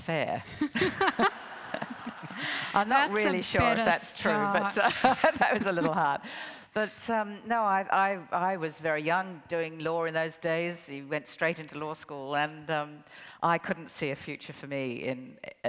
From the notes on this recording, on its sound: 2019 Newcastle Writers Festival Opening Night.